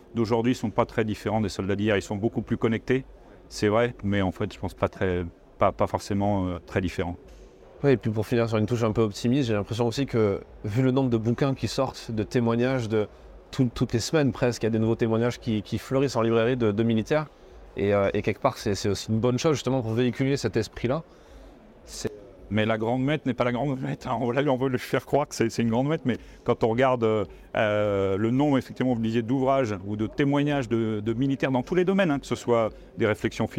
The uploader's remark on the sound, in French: Un épisode enregistré sur le salon Milipol à Paris.